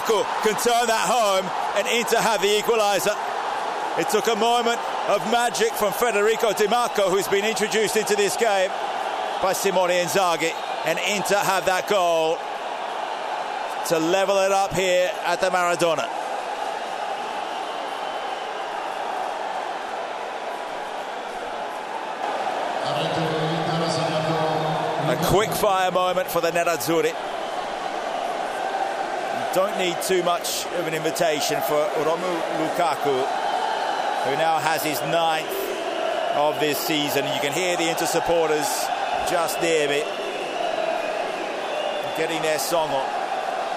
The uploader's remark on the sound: Live from the Stadio Diego Armando Maradona. Stadium ambience, hear what it's like to be there!